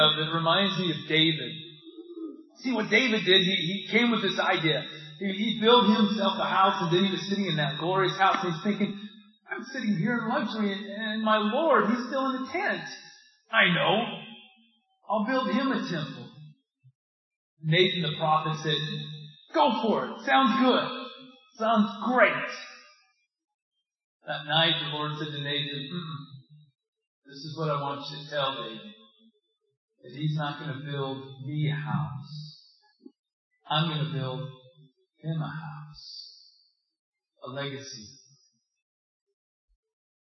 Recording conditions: poor sound quality